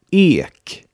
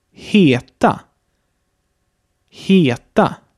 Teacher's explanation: Erst einmal betrachten wir das lange geschlossene E